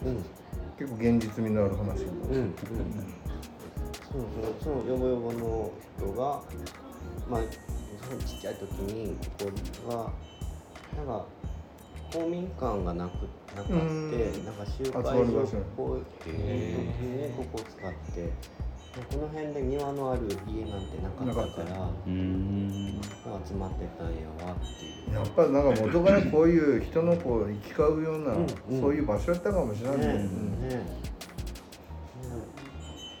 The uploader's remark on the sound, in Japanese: いつもの収録場所で行われていたワタリグラスの展示会（ ）で、急遽収録をすることに。いつもの収録場所で行われていたワタリグラスの展示会（ ）で、急遽収録をすることに。賑やかな収録となりました。